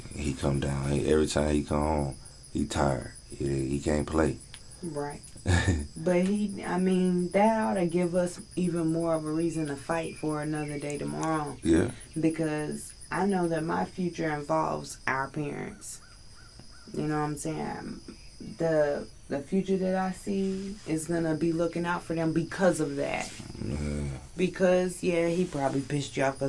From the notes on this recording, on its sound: This episode is raw and organic. Recorded outside in nature. No fancy studio or stuffy convo over here.